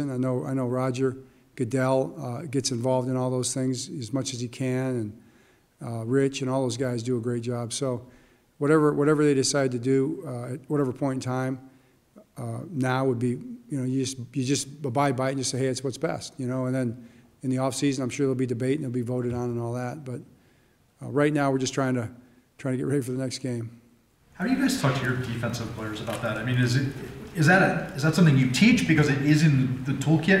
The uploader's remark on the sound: Press Conference